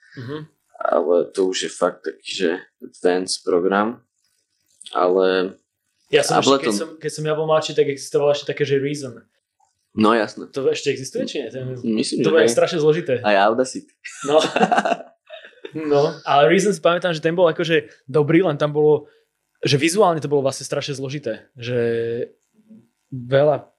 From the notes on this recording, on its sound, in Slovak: Ospravedlňujem sa za zníženú kvalitu zvuku - technické problémy zamiešali karty osudu.